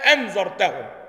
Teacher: يقحم ألفا بين الهمزتين